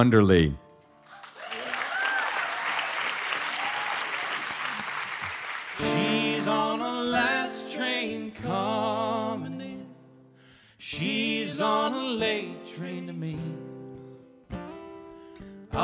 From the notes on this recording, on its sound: Dear Sugars returns to Portland, Oregon, for another epic live show